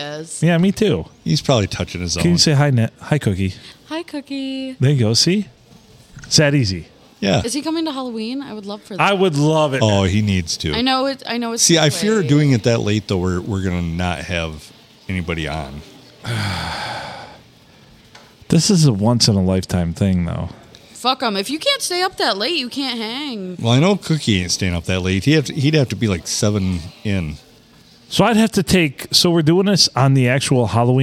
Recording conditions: busy venue